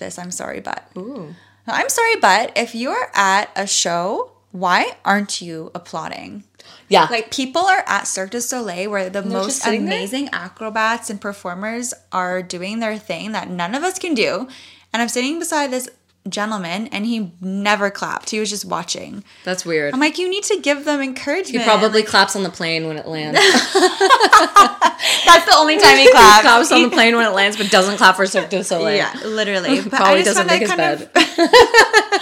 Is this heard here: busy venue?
no